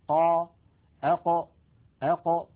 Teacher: حرف القاف يا إخوة يخرج من أقصى منطقة من أقصى اللسان مع ما يحاذيه من الحنك اللحمي